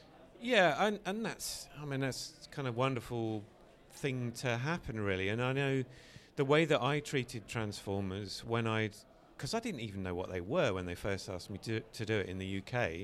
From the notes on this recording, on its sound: We’re live from TFcon Toronto 2022!